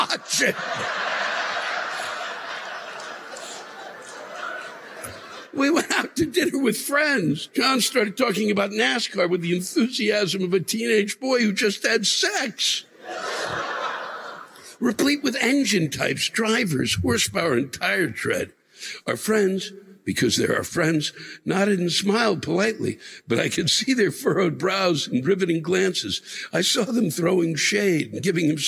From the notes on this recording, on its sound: The live rants this week come from the Wind Creek Event Center in Bethlehem PA (Mar 7, 2020)